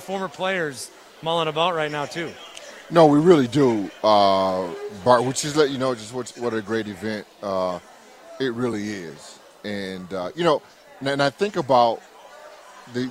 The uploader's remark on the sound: Live From Canton Ohio Home of the NFL Hall Of Fame